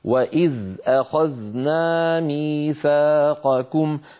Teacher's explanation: هاتان الزالان لابد من إسكانهما دون قلقلة